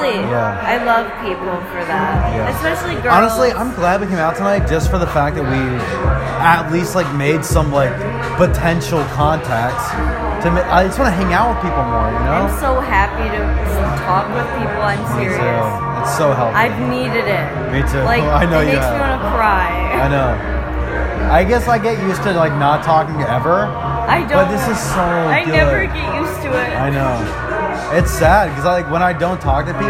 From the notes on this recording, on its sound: Chicago House Party. Over an hour of audio of the party of a coworker of mine.